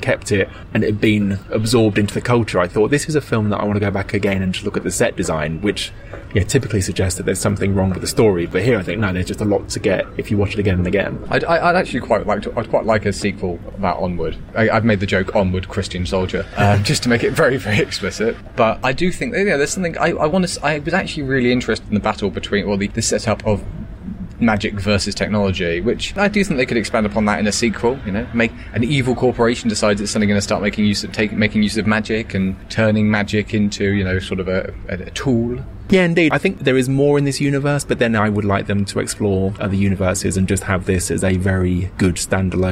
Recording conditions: outdoors